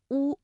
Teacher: 双唇圆唇，舌头后缩，舌位较高。 · Term: 单韵母